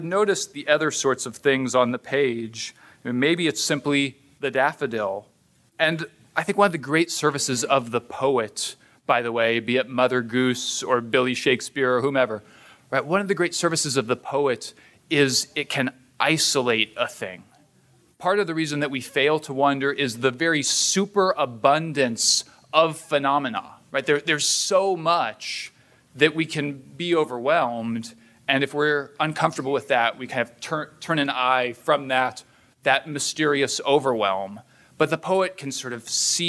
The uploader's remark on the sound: This is the third in a series of shows from presentations delivered at the Hoogland Center for Teacher Excellence seminar on the art of teaching children's literature. The Hoogland Center is an outreach of the Hillsdale College K-12 Education Office.